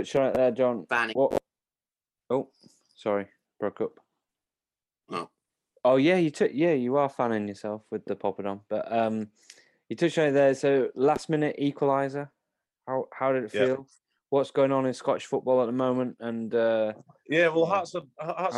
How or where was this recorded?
video call